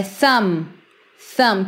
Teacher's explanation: Na verdade, não pronuncio o B, tá?